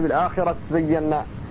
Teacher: فالتاء هنا في سورة النملة أدغمت في الزاي